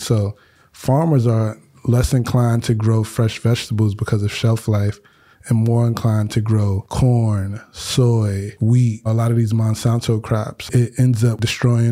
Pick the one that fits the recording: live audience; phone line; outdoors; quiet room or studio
quiet room or studio